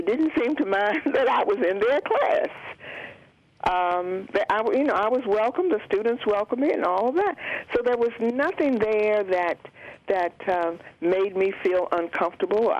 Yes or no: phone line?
yes